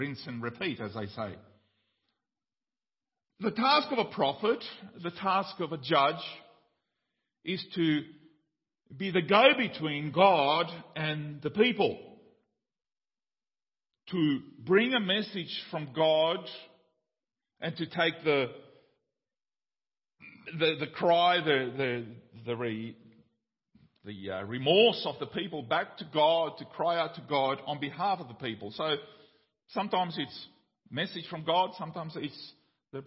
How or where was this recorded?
large echoing room